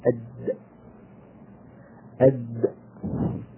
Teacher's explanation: الدال تخرج من طرف اللسان مع أصول الثنايا العليا